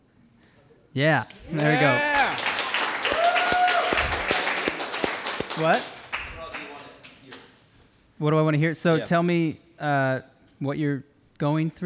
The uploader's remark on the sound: This was a live recording from a College Night at Crossroads Uptown!